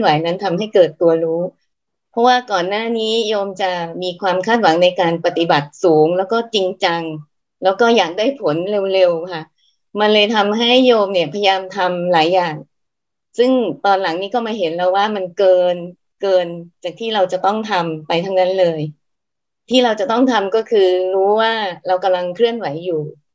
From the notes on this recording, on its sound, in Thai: คอร์สออนไลน์ (ผ่านโปรแกรม Zoom)